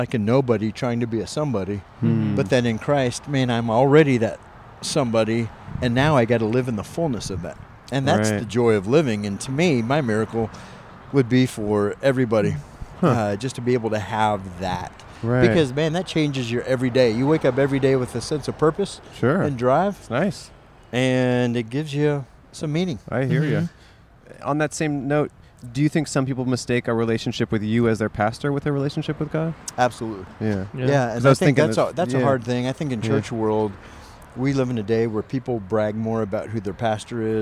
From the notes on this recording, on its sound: Recorded on Colorado Blvd in Pasadena, CA.